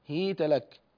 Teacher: بكسر الهاء وسكون الياء بعدها وفتح التاء، هيت لك. فالياء في رواية ورش تعتبر ياء مادية، وقالت هيت لك، وعند غيره ممن فتح الهاء قبلها تعتبر ياء لينية هيت.